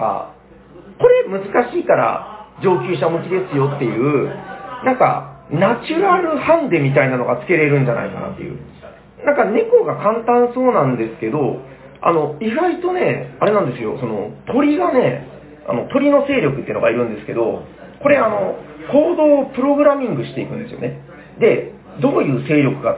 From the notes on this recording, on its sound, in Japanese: サニバ八周年パーティーで特別編収録しました。